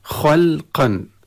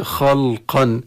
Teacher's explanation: الموضوع الآخر خلقا، نعرف أن الخاء من حروف التفخيم وكذلك القاف، وبين الخاء والقاف لام، وهذه اللام حكمها الترقيق، فبمناسبة وجودها بين حرفين مفخمين يجب الحذر من تفخيمها · Shown in: first take